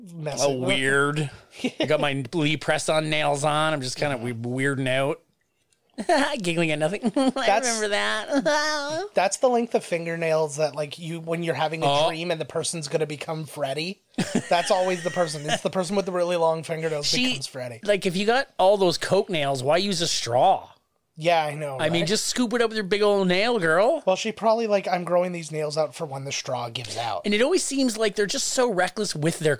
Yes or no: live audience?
no